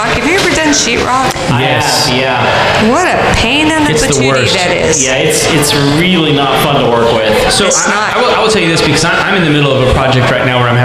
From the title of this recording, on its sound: That time we did a live show